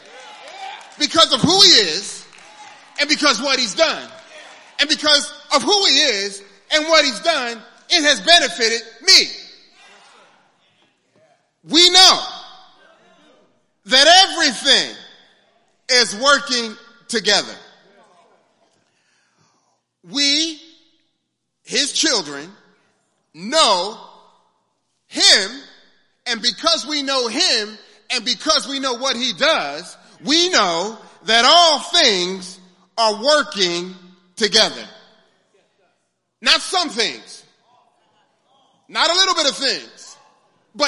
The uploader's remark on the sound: Sunday Morning Service